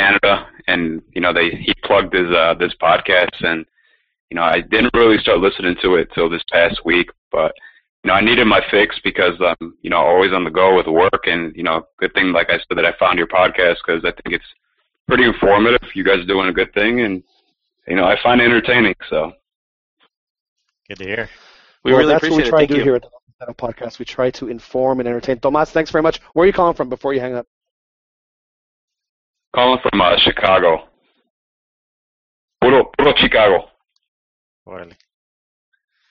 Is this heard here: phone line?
yes